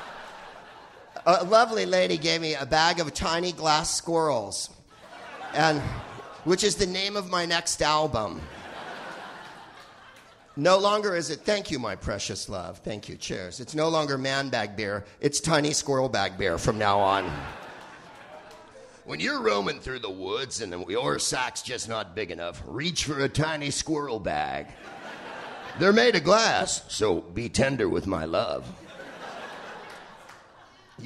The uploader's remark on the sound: Live from Vancouver's "FanClub